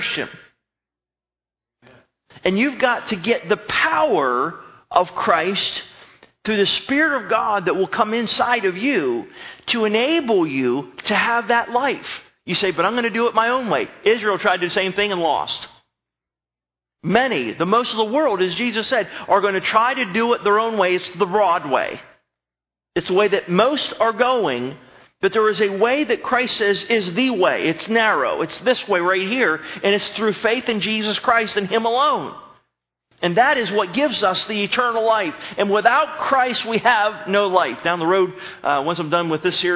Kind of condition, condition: setting, large echoing room